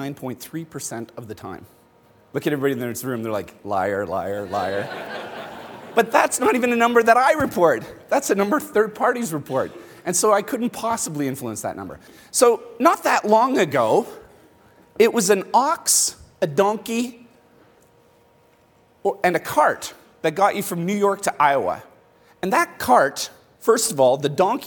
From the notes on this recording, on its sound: Banff. The Gathering is an exclusive union of the world's bravest brands. Addresses the conference.